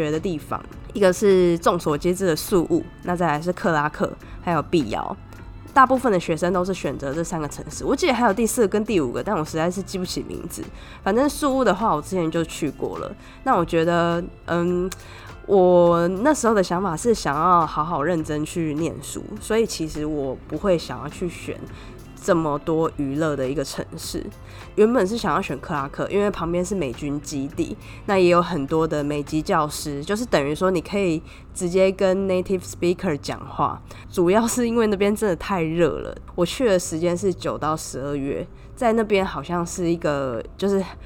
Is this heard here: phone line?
no